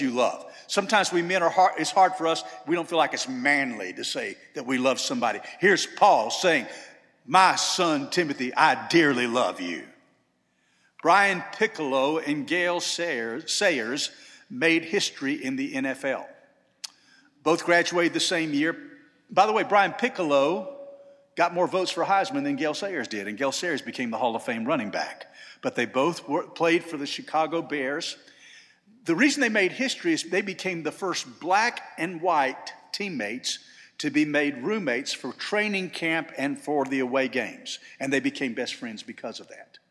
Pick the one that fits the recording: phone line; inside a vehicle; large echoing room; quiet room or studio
large echoing room